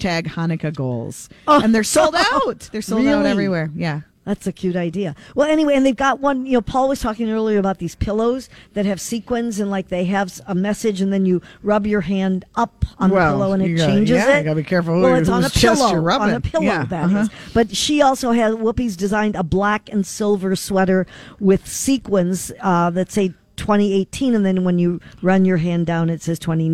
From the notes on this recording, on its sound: broadcasting live at AAA Minneapolis Travel